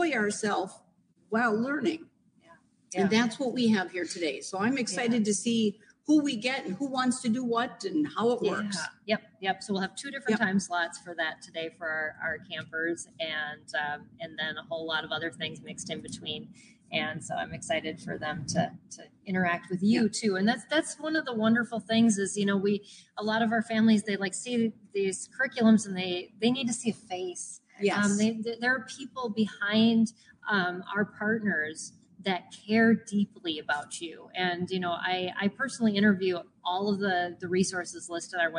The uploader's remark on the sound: LIVE from SPED Homeschool Family Retreat. LIVE from our first family retreat being held in partnership with the Joni and Friends ministry and MACHE (Minnesota Association of Christian Home Educators).